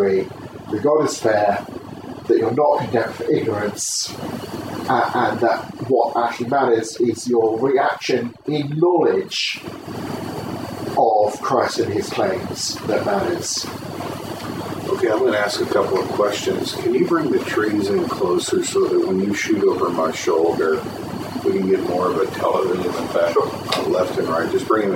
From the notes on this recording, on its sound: I was interviewed on camera. Apologies for the sound quality, this is just off my mp3 recorder going in the background without a mic attached, I've done what I can to clear it up in editing...